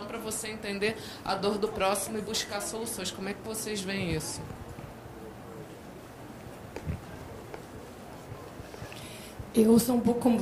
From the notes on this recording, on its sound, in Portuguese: Áudio do vídeo gravado no Seminário HUCMI de Gestão de Mudanças 2019.